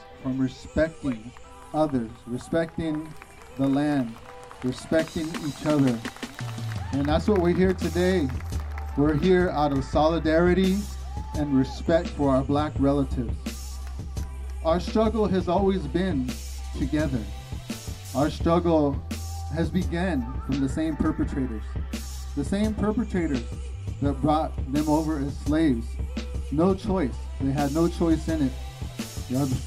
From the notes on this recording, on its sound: close the show with sound recorded at the march and rally for Black Lives that was held in Martinez CA